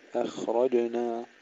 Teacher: ترقيق الهمزة ثم سكون الخاء مع الرخاوة ثم تفخيم الراء ثم قلقلة الجيم